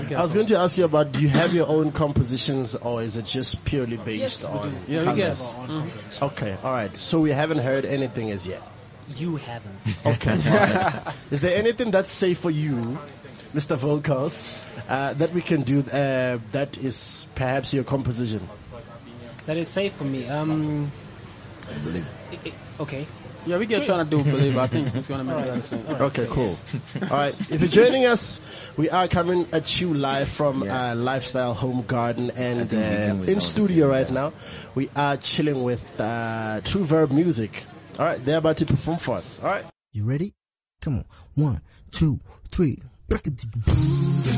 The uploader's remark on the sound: Live from the Lifestyle Home Garden